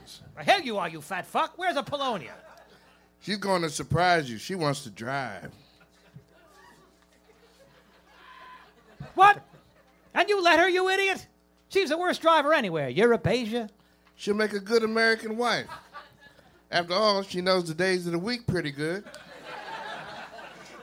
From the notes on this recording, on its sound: This is the full live recording. Taped in front of a live audience at the Village Underground in the West Village.